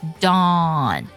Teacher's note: 美式的发音呢，它更偏向于 o 的音，它下巴下降就好了